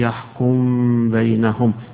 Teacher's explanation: ما يقرأش الضمة بتاعتها ويخفي الميم في الباء التي تليها فيقول يحكم بينهم، يبقى هنا بتسكينها وإخفاء فيما قبلها. · Term: الإدغام